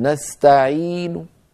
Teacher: لما أقف عليه بالروم أيضا أمد بمقدار حركتين كالوصل، ولا يصح أن أقول والله هذا مد عارض للسكون فيصح لي أن أقرأه حركتين أو أربعة أو ستة، لا، المتلقى أن الكلمة الموقوف عليها بالروم تعامل معاملة الوصل، فلا يأتي على الروم المد العارض للسكون، هذا أمر.